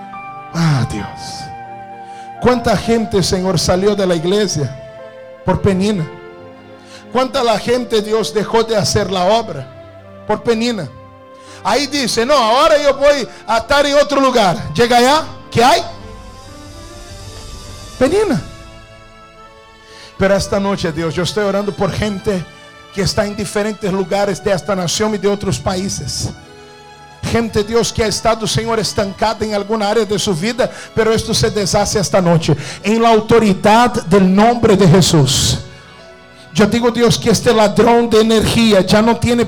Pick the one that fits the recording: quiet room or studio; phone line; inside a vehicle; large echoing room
large echoing room